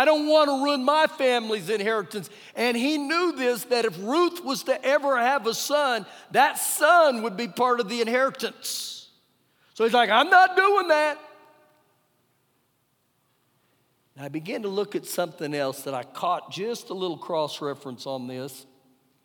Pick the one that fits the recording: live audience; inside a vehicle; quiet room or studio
live audience